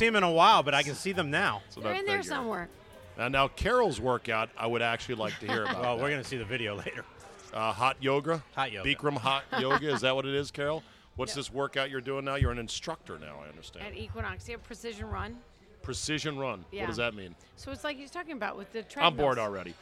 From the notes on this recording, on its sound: Recorded at DC Prime Steakhouse in Ashburn, VA.